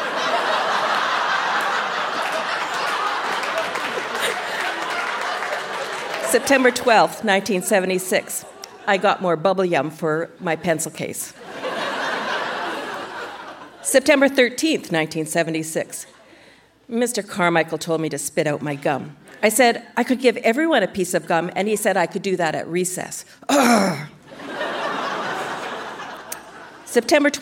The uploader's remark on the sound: Recorded live at the Park Theatre in Winnipeg.